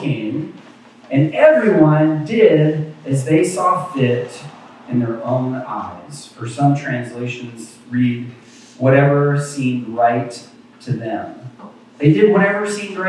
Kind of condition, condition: fault, poor sound quality